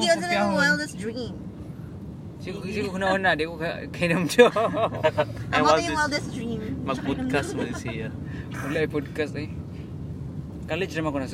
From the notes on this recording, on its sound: Another carcast. No edits, just some raw conversations and topic switches.